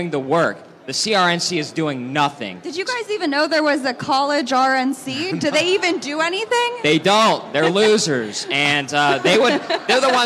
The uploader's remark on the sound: Live AMFest 2023